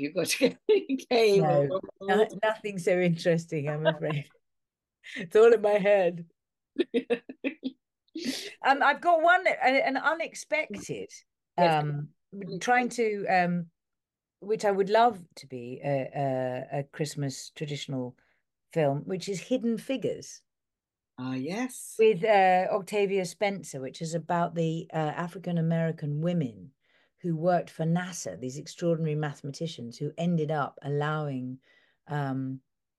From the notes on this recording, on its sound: This episode was filmed on Zoom.